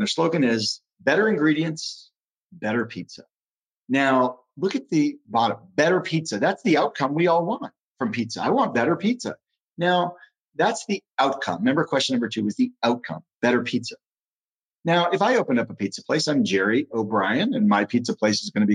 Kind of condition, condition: link, video call